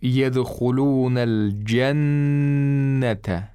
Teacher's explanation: the noon, you have to apply the ghunna to it and you have to hold the nasal sound for two counts.